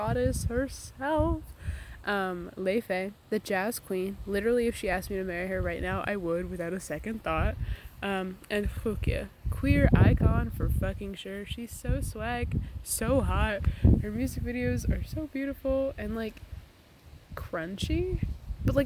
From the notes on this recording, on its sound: Comin at ya from the frog pond this week. With a lot of unfortunate audio disturbances due to wind.